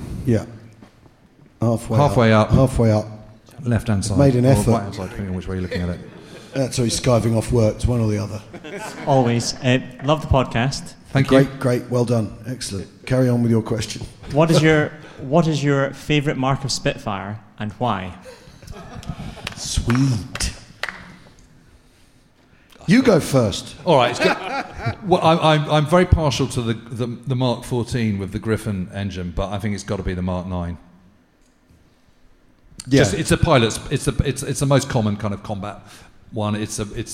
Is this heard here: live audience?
yes